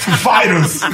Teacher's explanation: the accent is on …, actually. So he goes up, he's like, ladies and gentlemen, ….